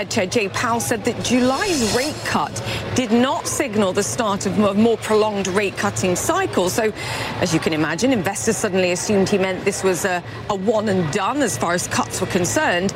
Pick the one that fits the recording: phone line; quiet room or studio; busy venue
busy venue